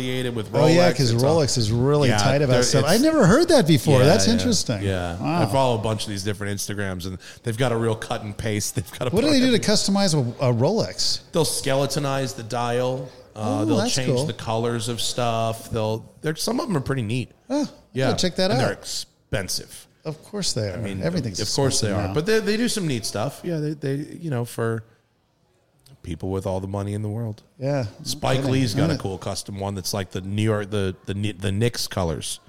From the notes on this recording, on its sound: Recorded from Porsche Santa Clarita